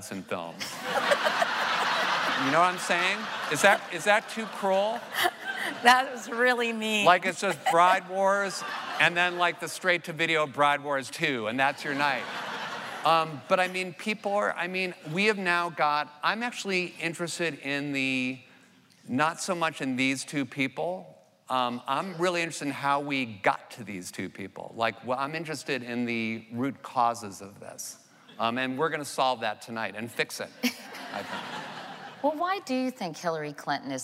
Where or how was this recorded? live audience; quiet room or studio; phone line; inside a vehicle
live audience